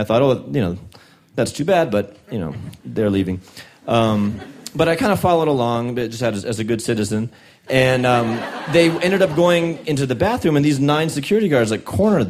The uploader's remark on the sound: These stories were recorded live at Buntport Theater. As part of a special collaboration with Pivot TV and Rooftop Comedy.